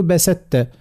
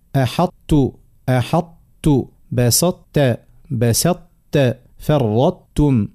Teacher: باش ندغموها لكن ادغام ناقص باش نحافظ على الاستعلاء · Shown in: second take · يعني نقولوش ما نقولوش أحطت أحطت ولا بست، كجاء ادغام تامر نقولو بست، وهذا ما نقراوش بيه خاطر وليت الطاء كليتها التاء اللي هي أضعف منها، والقوي ما يدغمش في التاء في الضعيف إدغام تام.